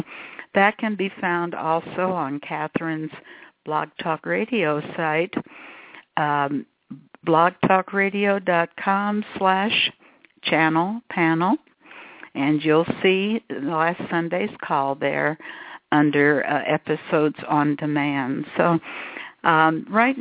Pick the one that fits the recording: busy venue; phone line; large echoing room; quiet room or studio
phone line